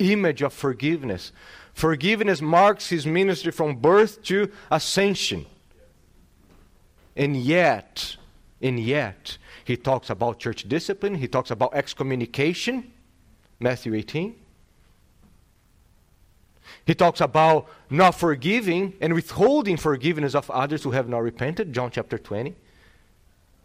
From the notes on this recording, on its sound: This sermon was delivered on October 16th, 2022. At Salem Reformed Baptist.